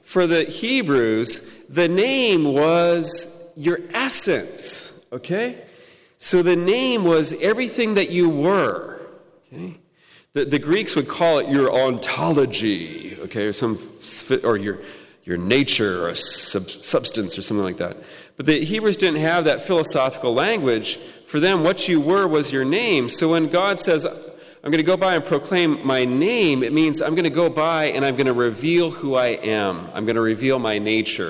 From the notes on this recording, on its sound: Talk Two presented at the Fullness of Truth Conference